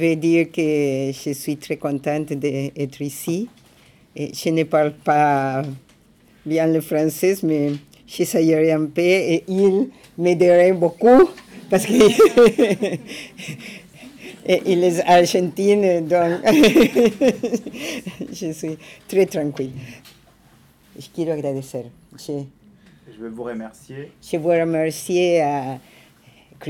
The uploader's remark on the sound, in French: enregistrée à l’Ecole de travail social Rabelais (Paris) le 3 février 2015